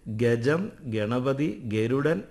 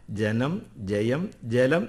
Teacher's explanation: എന്നാൽ എഴുതുന്നതും ഉച്ചരിക്കുന്നതും വ്യത്യസ്തമാകുന്ന ഒട്ടേറെ സന്ദർഭങ്ങൾ മലയാളത്തിലുണ്ട്. ഗ, ജ, ഡ, ദ, ബ എന്നീ മൃദു അക്ഷരങ്ങളിൽ ആരംഭിക്കുന്ന പദങ്ങളെല്ലാം യകാരച്ഛായയോടുകൂടിയാണ് ഉച്ചരിക്കുന്നത്. ഗജം, ഗണപതി, ഗരുഡൻ എന്ന് എഴുതിയാലും വായിക്കേണ്ടത് ഗജം, ഗണപതി, ഗരുഡൻ എന്നാണ്.